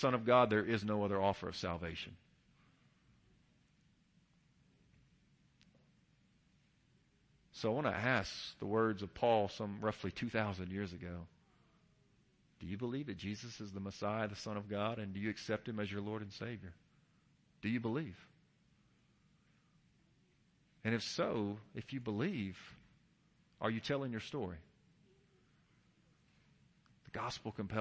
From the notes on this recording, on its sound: Kentucky Changers Team shares during the morning worship service.